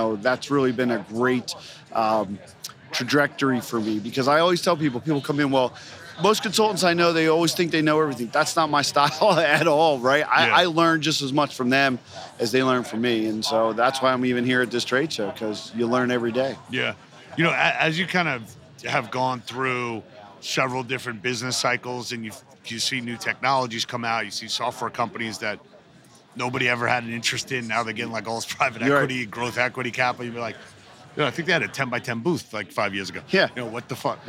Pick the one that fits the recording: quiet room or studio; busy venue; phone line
busy venue